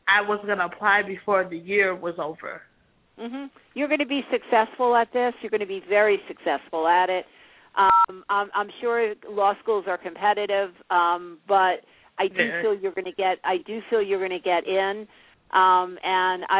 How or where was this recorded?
phone line